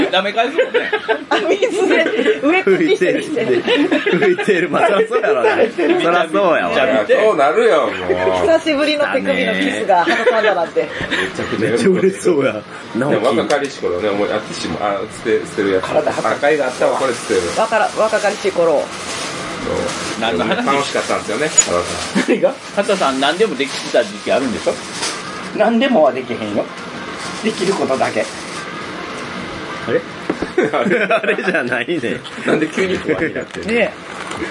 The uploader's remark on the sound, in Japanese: いい旅ボド気分 in 伊勢。一部、屋外での収録のため、騒音雑音が入っております。